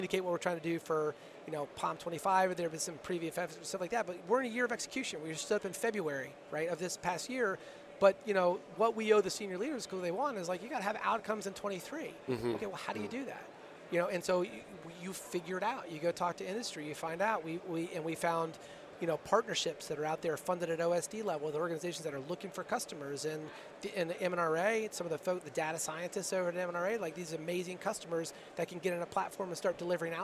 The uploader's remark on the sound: This week we are recording from the floor of Modern Day Marine so that we can bring you the events and personnel of this outstanding convention as it’s going on. One of the guests who came by our booth.